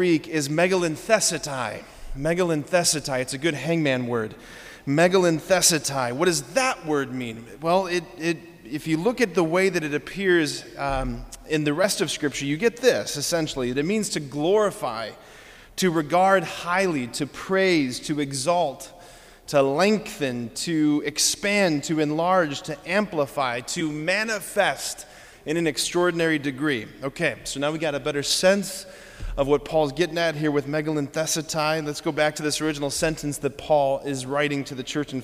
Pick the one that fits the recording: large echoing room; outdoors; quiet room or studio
large echoing room